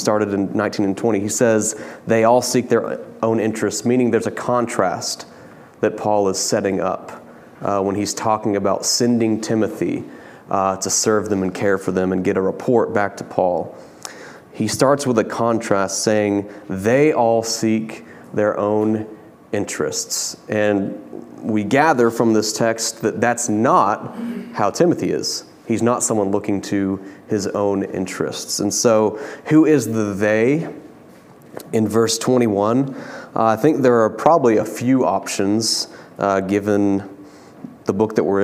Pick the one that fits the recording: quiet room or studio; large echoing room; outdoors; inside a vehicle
large echoing room